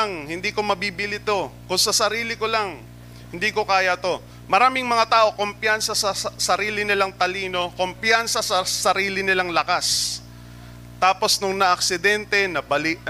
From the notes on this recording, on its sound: Recorded live at The Shepherd Of Faith Family Church on October 16, 2022.